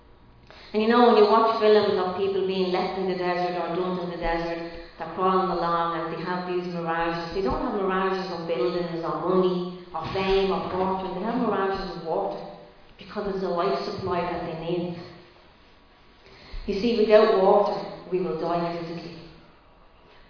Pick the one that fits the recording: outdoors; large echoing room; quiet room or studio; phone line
large echoing room